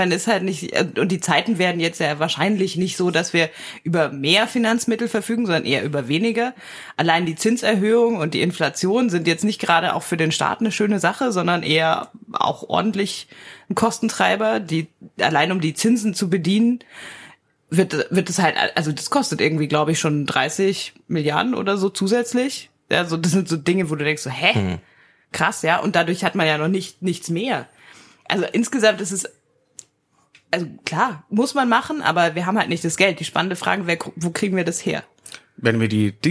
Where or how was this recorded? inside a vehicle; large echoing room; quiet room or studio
quiet room or studio